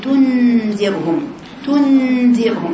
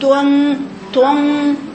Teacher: بعض الناس يقول تون تون تنذرهم خطأ، خلي لسانك عند النون ثم ينتقل عند الذال، يبقى لسانك منبسط ممتد للأمام · Shown in: first take